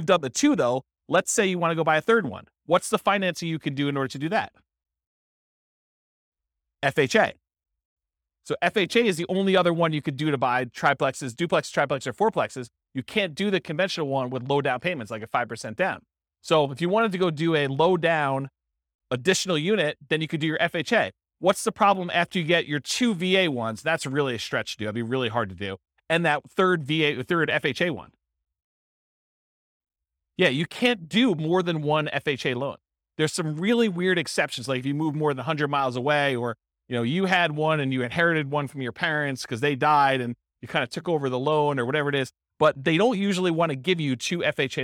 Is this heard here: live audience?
yes